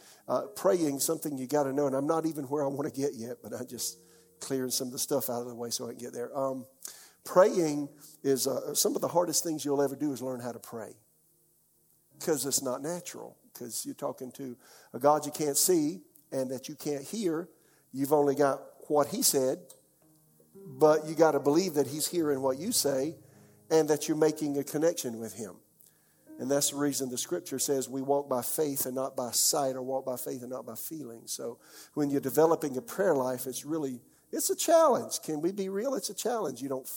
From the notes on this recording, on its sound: This message was delivered during the 11 AM service on October 31, 2021.